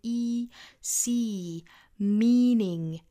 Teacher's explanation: 需要注意里面的这个长元音 e.口腔肌肉紧张起来，嘴角裂开